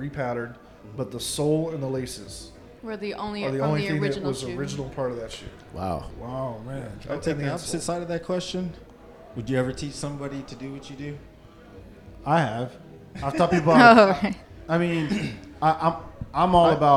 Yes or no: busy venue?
yes